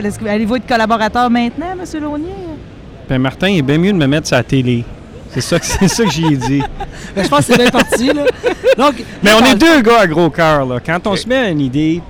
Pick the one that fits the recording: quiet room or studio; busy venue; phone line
busy venue